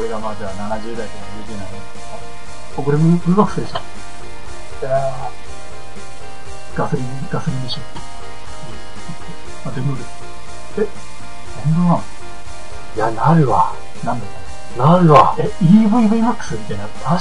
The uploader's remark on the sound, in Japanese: 低音質です